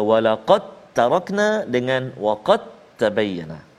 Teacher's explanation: Dal tak bunyi dah. · Term: idgham mutamatsilain saghir